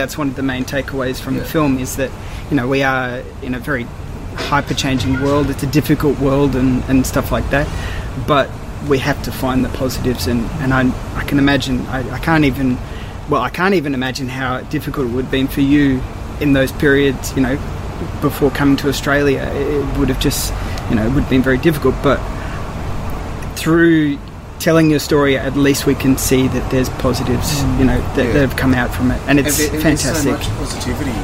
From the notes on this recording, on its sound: This interview was recorded in the Outdoor section of Luna Leederville , so there is a bit of background noise. Many thanks to the folks at Luna for allowing us to utilise their space to record.